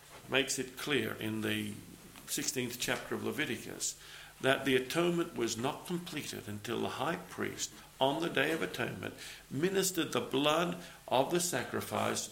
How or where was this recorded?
large echoing room